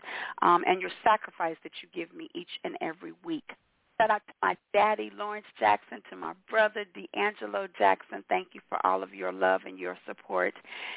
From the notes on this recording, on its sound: your phone calls